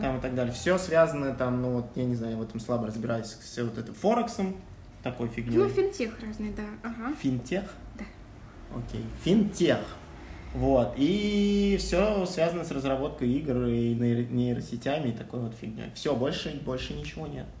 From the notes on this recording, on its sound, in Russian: Звук города на фоне (машины, стройка и т.д.) считайте нашей фишкой!